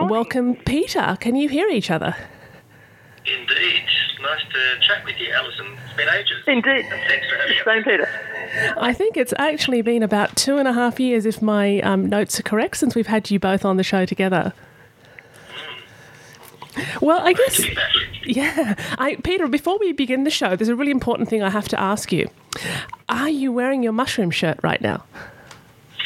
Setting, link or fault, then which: link, phone line